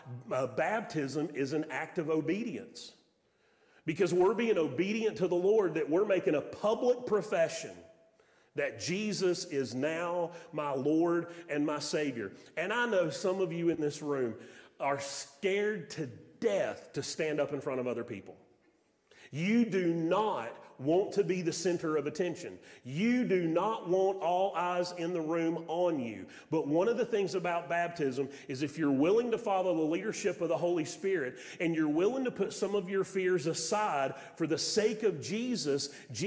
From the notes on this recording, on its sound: Sermon audio from Mission Church in Locust, NC.